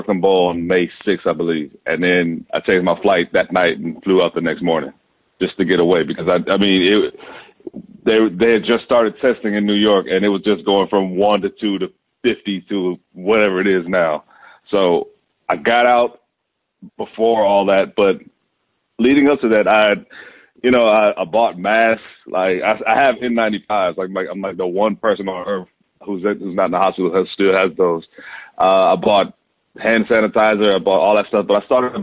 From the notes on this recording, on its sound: jumps on the phone from the desert in Arizona